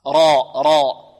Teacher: الراء مفتوحة مفخمة، راء راء مفتوحة مفخمة.